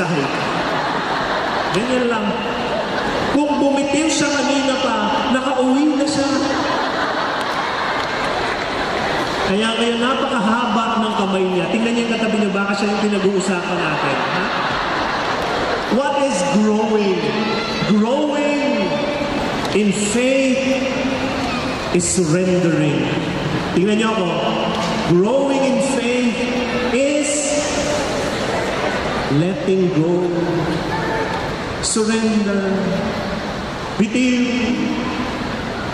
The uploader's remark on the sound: This talk was recorded from Rizal Grand Feast 2016